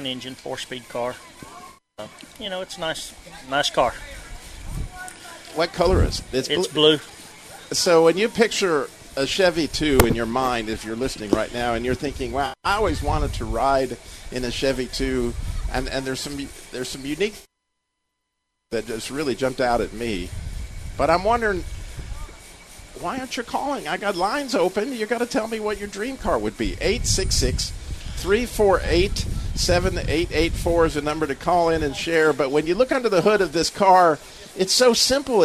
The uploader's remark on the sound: Live From The Sweetwater Car Show In Atlanta Ga.